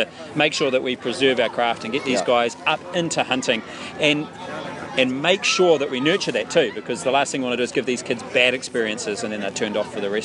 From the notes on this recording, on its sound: Another great time was had out at the Tihoi Tavern thanks to the Tihoi Hunting and Fishing. Sorry about all the noise - ITS A PUB!!